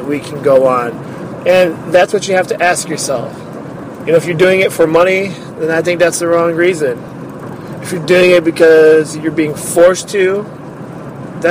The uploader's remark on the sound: I am adding a new bit called Mini Thoughts where I will share an unedited, uncut idea from my iPhone. Often times when I drive I record my ideas to develop later on.